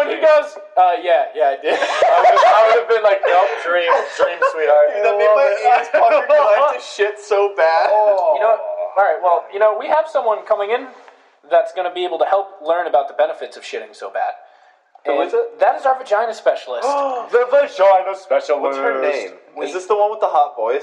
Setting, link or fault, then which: fault, poor sound quality